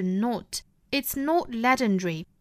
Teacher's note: 这个 not 尾部的 t 省读